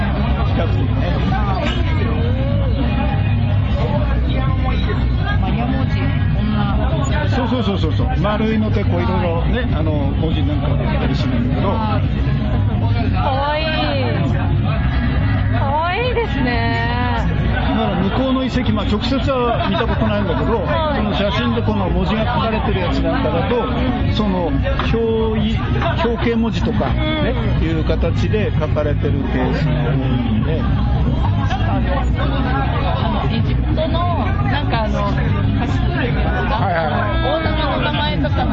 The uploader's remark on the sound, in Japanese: クルーズライブ in 横浜。FBライブ配信のもようをお届けします。裏すま” in 横浜 の裏企画 カクテルクルーズにて収録したものをお届けします。